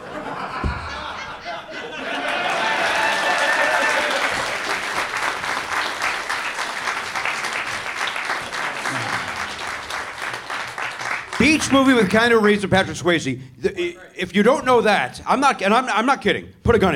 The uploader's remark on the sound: Live at SF Sketchfest. Recorded at the Gateway Theatre in San Francisco on January 11, 2020 as part of SF Sketchfest.